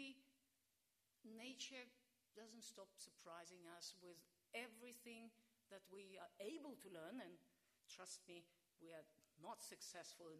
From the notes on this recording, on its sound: This lecture took place at the University of Sydney in celebration of the launch of the Australian Institute for Nanoscale Science and Technology at the University of Sydney.